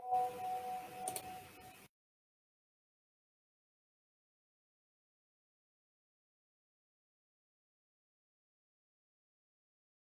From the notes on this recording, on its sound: This episode is based on an audio recording of an online event. The event was organised by Press for Peace Foundation.